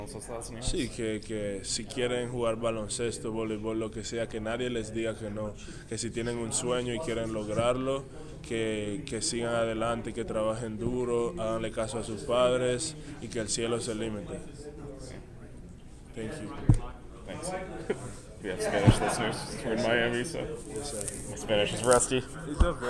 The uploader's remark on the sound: You'll also hear audio from the televised press conference